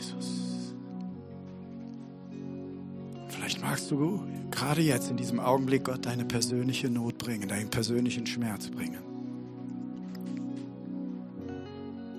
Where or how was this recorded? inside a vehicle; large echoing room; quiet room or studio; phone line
large echoing room